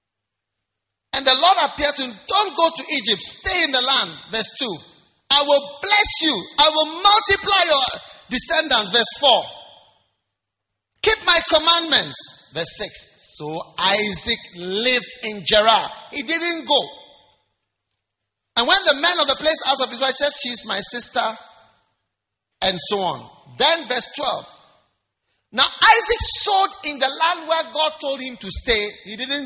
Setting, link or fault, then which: setting, large echoing room